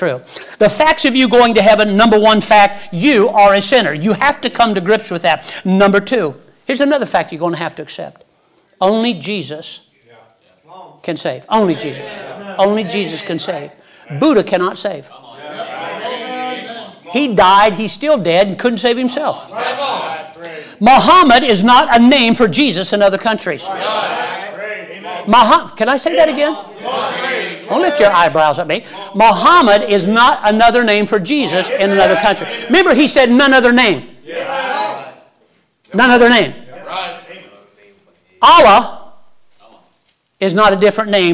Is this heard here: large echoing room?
yes